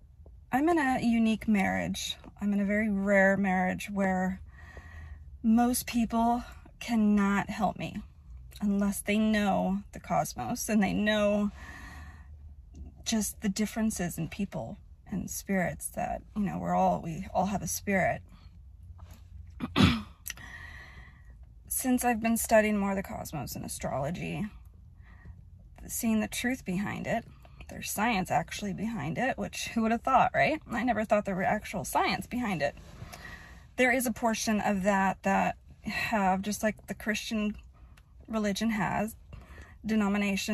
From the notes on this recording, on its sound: Sitting in my car